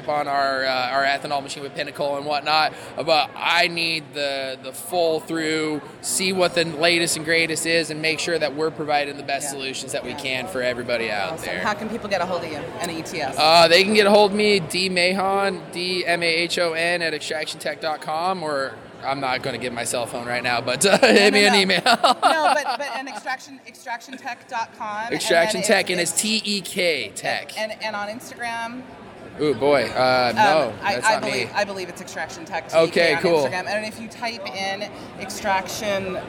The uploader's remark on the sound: From the show floor of MJBizCon 2019.